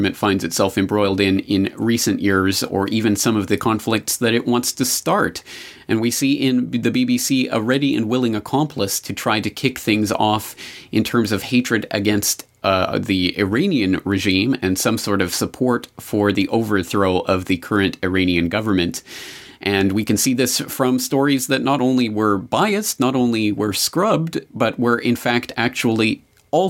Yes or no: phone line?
no